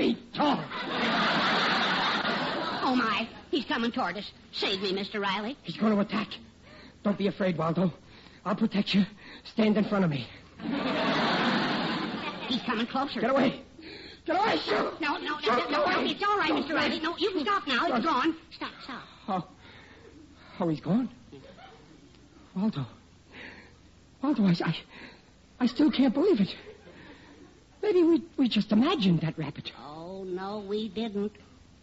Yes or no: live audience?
yes